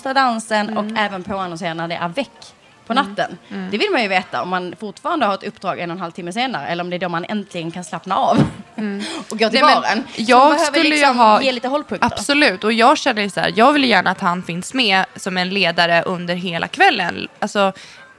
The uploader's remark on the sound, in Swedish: Det har blivit dags för Drömbröllops första livepodd! Platsen är Östersund.